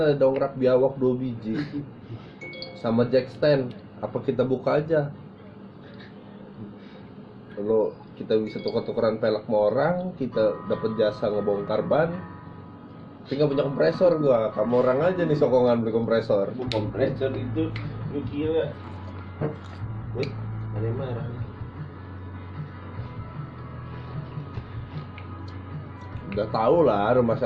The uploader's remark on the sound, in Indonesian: Ya kualitas audio aneh.